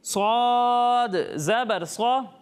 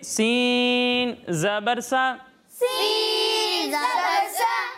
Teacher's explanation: اور سین کو ہم باریک پڑھیں گے · Shown in: second take